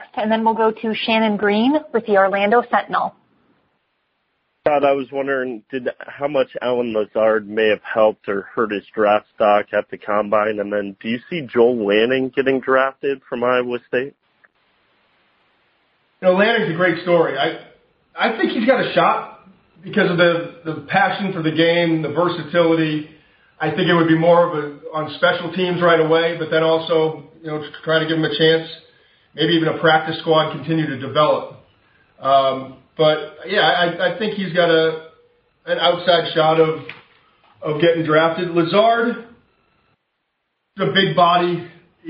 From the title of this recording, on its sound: NFL Draft Conference Call